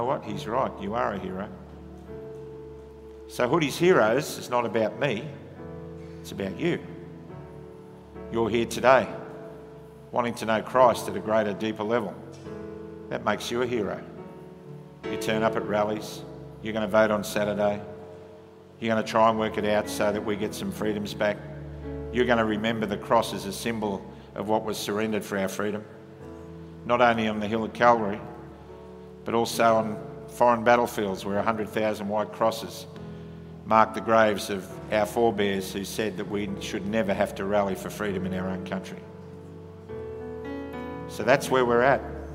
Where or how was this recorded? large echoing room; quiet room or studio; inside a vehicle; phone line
large echoing room